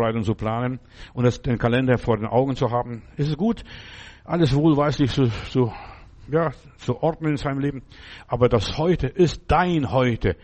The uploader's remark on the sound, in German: im Gemeinde-Zentrum in Berlin aufgenommen